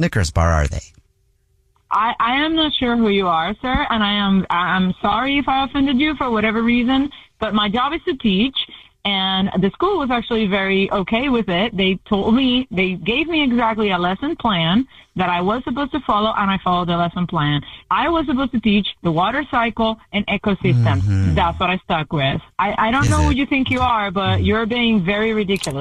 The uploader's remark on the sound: Phone Prank